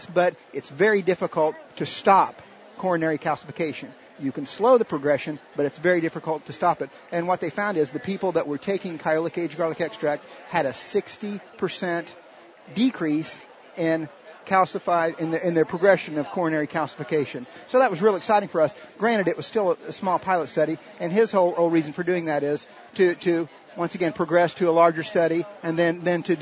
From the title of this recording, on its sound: Live from Expo East in Baltimore, MD